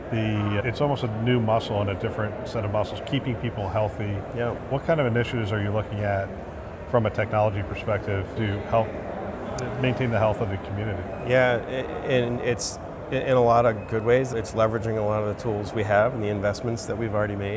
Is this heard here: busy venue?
yes